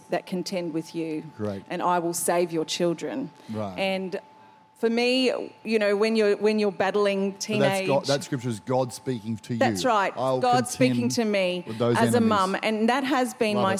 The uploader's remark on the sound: Recorded during our 9am service on Sunday, the 14th of May 2023.